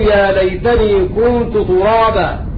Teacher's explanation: فلم تضغم التاء في التاء لأن التاء الأولى تاء المضمر وهي تاء المتكلم